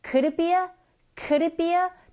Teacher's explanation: 역시 플랩 현상에 의해서 디사운드가 아니라 르에 가깝게 들려지기 때문에